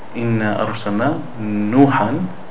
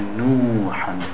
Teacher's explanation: in the second ayah, we don't want to shorten the noon. · Shown in: second take · We don't want to say inna arsalna nuhan.